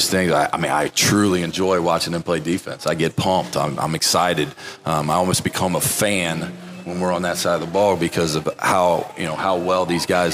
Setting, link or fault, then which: setting, busy venue